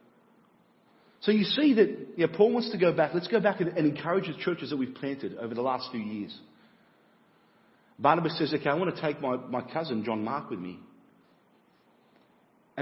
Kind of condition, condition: setting, large echoing room